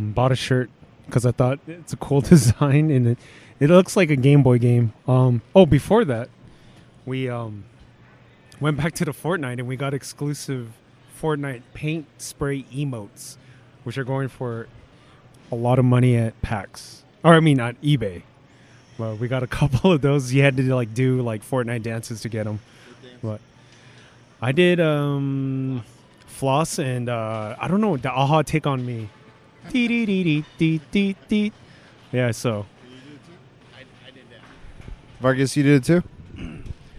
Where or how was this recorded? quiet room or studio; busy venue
busy venue